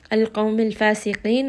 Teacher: qaf is going to be heavy because it is one of those letters that are permanently heavy.